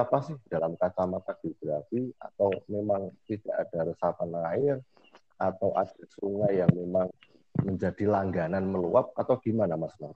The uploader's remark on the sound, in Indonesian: maaf atas kekurangan kualitas audio karena proses dilakukan secara online jarak jauh